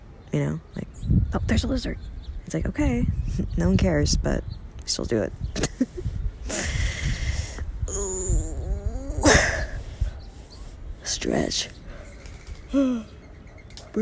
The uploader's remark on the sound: Recorded from the backyard. Lots of birds.